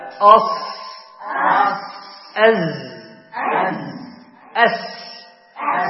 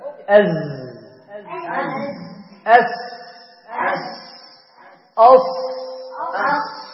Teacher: أص أز أس أس، هذا حرف الصفير. الصفير يخرج من طرف اللسان ثم من فوق الثنايا السفلى · Term: أحرف الصفير